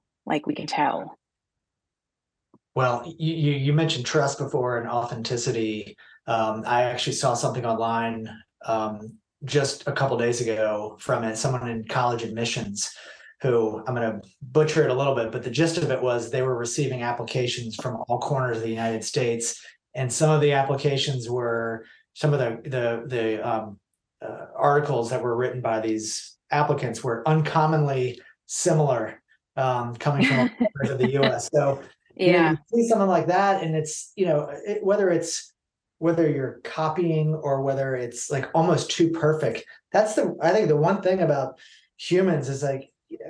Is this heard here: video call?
yes